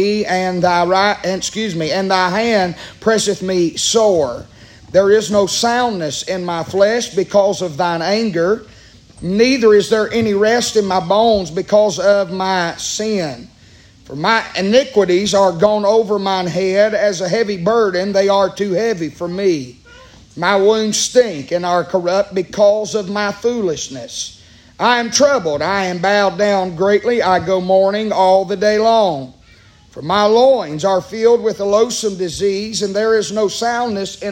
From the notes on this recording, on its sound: Preaching live from Still Water Baptist Church.